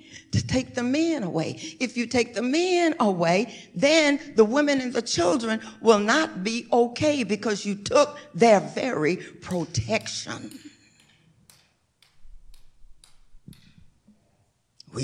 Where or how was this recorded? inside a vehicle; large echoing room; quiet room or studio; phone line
large echoing room